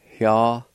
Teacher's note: And in this word, right at the very beginning of the word, there's a faint H sound · Term: aspirated sound